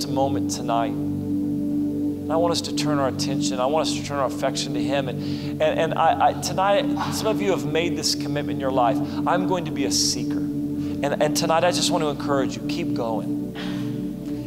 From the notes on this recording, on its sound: This is session 1 from our Ignite Conference.